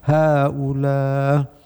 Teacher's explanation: apabila waqaf di haula, Imam Hisham dengan lafadznya hamzah menjadi tashil.